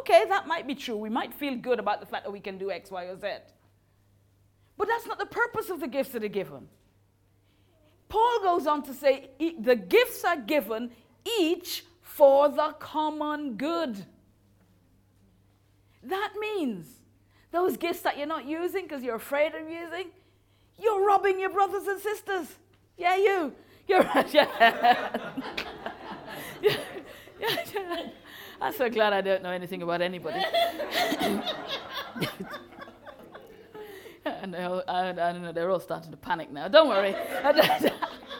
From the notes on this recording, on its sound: Recorded live at Moorlands Bible College.